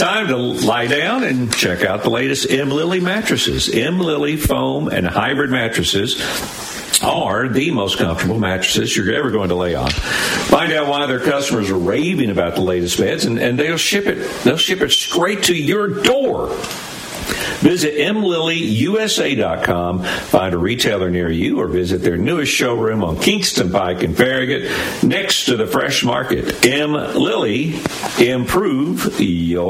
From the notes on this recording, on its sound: LIVE from The Bowery in Myrtle Beach.